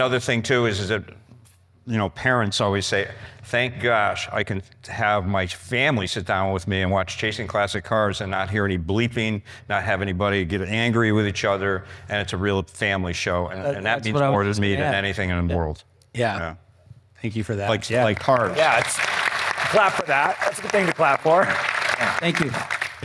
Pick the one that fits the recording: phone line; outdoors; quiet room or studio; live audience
live audience